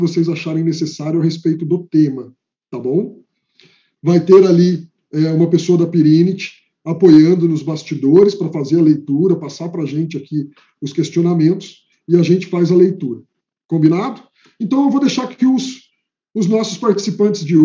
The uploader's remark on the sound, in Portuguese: Áudio Webinar Perinity